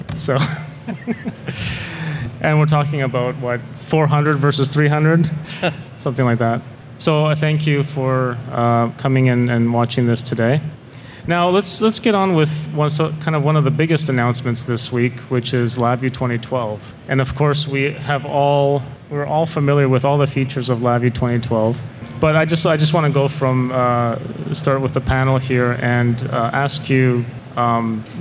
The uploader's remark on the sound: Here's a recording of the VI Shots Live panel I did way back at NIWeek 2012.